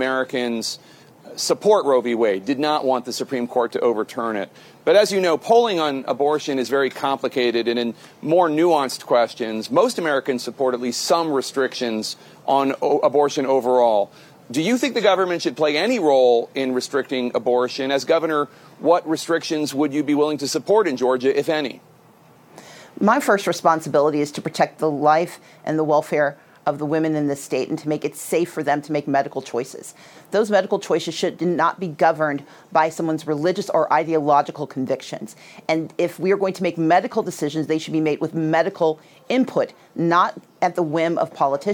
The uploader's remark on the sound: live from the G7 Summit in Krun, Germany